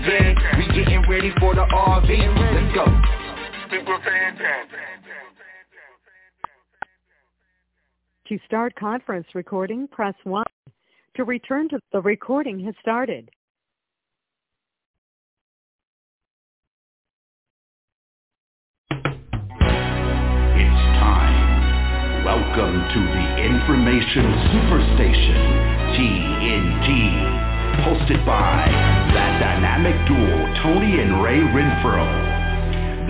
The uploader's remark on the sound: TNTSuperfantastic Conference Call